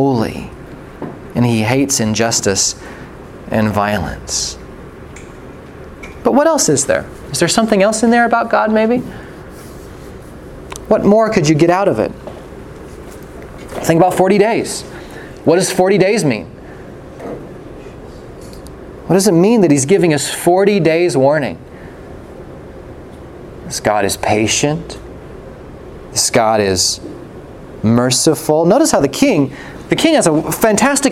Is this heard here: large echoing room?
yes